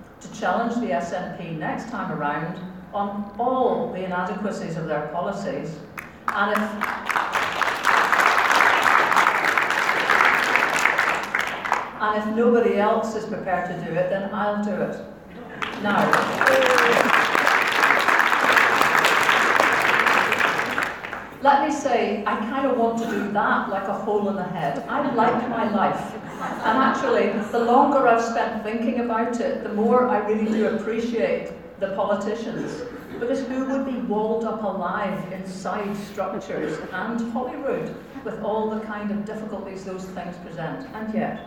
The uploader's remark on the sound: get out and about in the Bowmar community cafe in Alloa, in the audience for BBC's Debate Night, at the Radical Independence conference in Glasgow